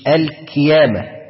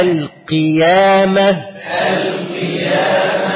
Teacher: القاف من حروف التفخيم، لكنها لما انكسرت نزل التفخيم بتاعها نزل جدا · Shown in: second take · يعني تفخيم نسبي.